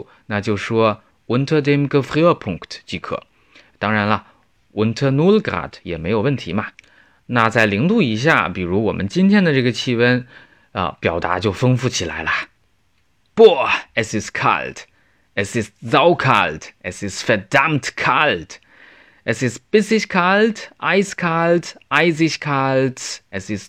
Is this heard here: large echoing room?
no